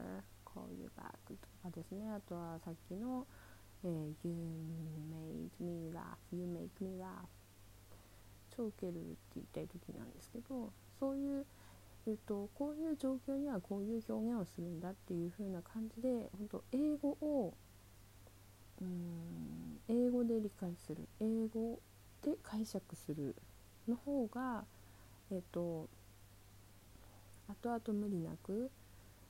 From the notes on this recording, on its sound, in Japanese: 音声小さいです、すみません。BGMないです。こっそりひっそり録りました（笑）。